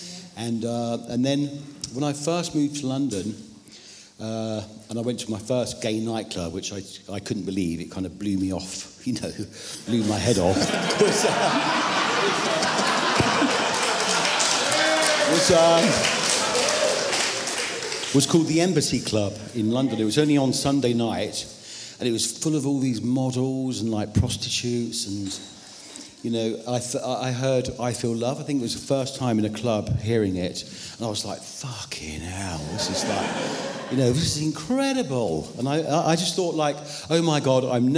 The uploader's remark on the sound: They were talking in front of an audience